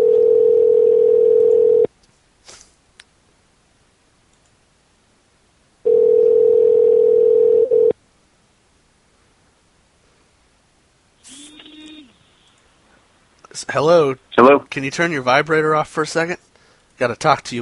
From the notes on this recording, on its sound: Personal Prank Phone Calls Collection